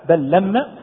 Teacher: للتماثل تدغم اللام في اللام · Term: إدغام مثلين